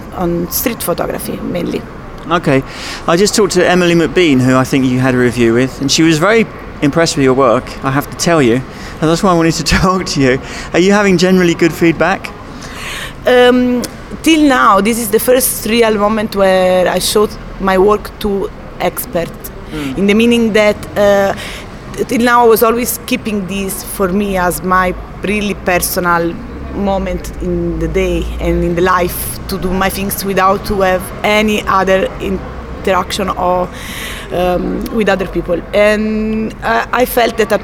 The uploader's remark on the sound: This is a special episode from Offspring Photo Meet, an annual gathering here in London. I went down there to sample the atmosphere, see what it was all about, find out what had brought people there.